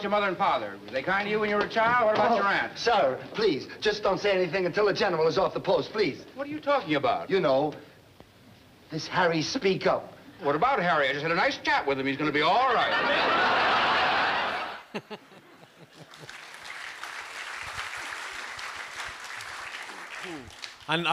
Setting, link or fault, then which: setting, busy venue